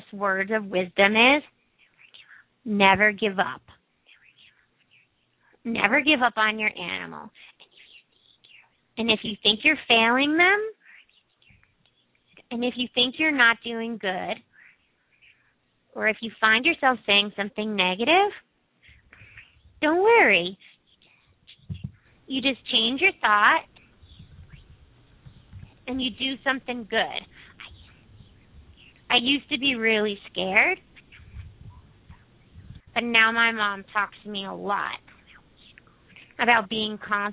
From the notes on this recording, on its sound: open up the lines for listeners to call